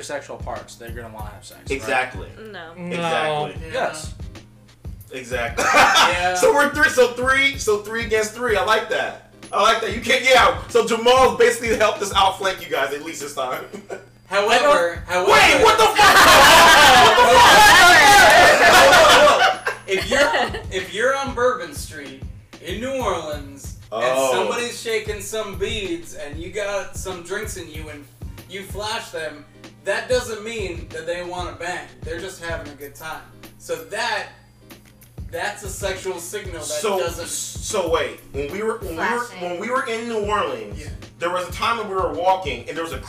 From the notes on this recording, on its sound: Want to apologize for the audio. We were trying out new equipment.